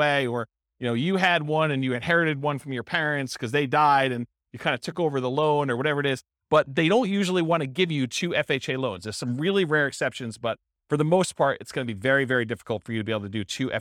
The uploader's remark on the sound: This was a live class recorded.